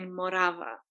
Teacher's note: we do accentuate the second syllable